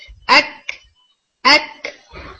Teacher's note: चूंकि ये शिद्दा लेटर है तो इसका जो साकिन टाइम है वो कम होता है, यानी ये हिट हो गया, स्ट्रांग हिट हो गया एक